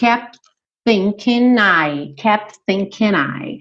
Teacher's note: Depois do P, quando você fecha pro T, você já tá indo pro TH.